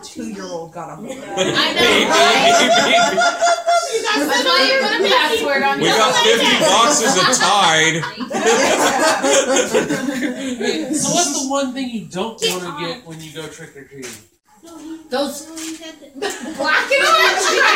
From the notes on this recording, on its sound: our show is brought to you from our #Halloween party that was recorded live on Facebook